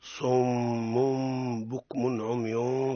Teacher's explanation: والقلب عند الباء بغنة